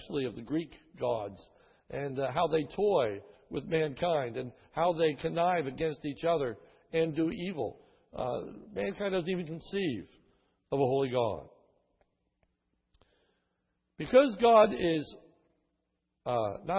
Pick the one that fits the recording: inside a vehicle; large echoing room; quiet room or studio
large echoing room